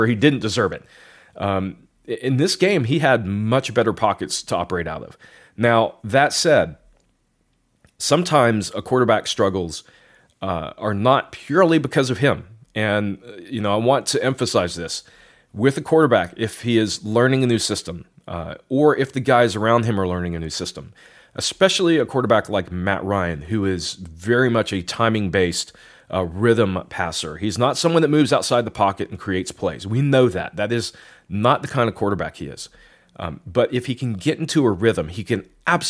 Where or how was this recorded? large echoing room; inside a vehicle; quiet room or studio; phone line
quiet room or studio